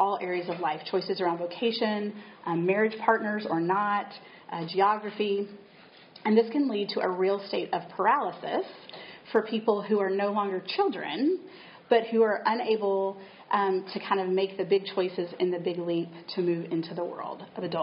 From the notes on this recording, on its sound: Nashville L'Abri Conference Podcast. Each episode features the audio from one of the lectures or workshops. This week's episode features audio from a workshop.